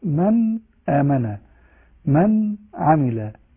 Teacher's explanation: ننطق فيها النون الساكنة أو التنوين ننطقها بمرتبة بسيطة لا نطيل فيها زمن الغنة، مثل من آمن، من عمل، ين أونا. · Term: الإظهار